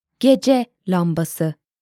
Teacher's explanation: We see that the stress falls onto the last syllable of the first word, gece. · Term: noun compounds